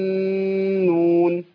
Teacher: انا عندي الضاء حرف مطبق مستعلي مفخم والنون حرف مرقق مستفل يعني عكسه تماما